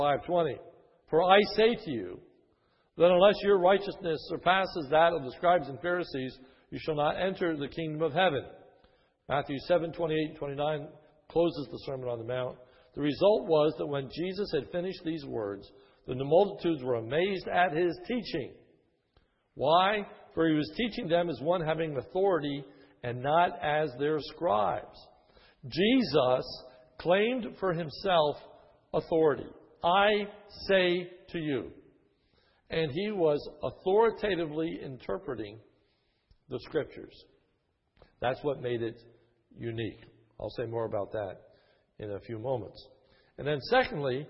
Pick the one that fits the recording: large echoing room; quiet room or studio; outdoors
large echoing room